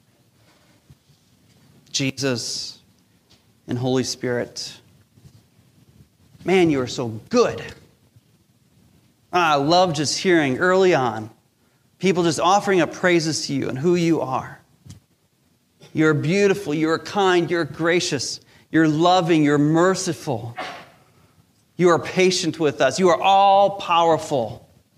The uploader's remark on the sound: Recorded live during our Sunday Service